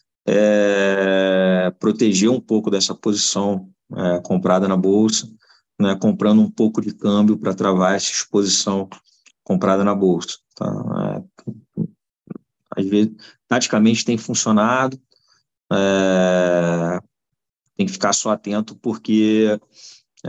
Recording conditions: video call